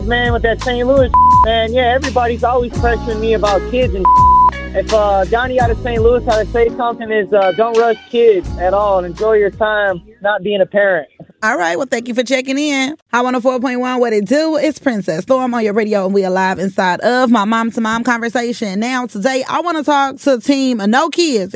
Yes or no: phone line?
yes